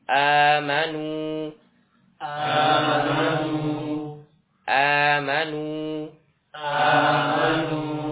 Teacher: Maka dibaca dengan badal. Jadi hamzah yang kedua ini diganti dengan alif, maka dinamakan badal. Sama panjangnya dua harokat. · Term: mat badal